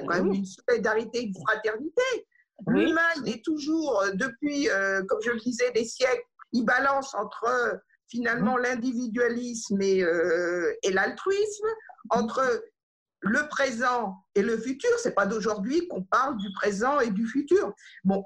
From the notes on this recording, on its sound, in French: Mais en raison du confinement, cet épisode a été enregistré en visioconférence, chacun chez soi.